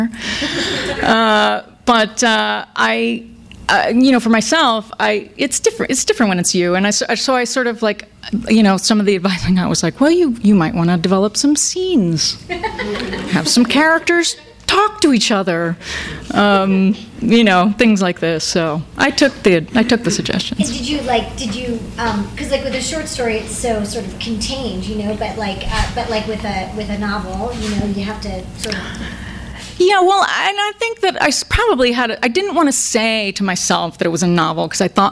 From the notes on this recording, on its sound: THIS EVENT WAS RECORDED LIVE AT SKYLIGHT BOOKS